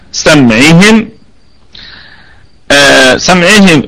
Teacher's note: سمعهم، سمعهم الكلمة كلها مرققة، الكلمة كلها مرققة، والميم حرف غنة في رابع درجات الغنة وصلا ووقفا